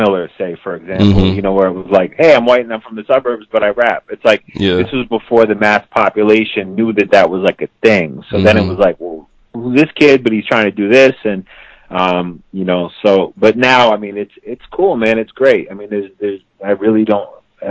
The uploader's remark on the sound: He called in to BYNK Radio.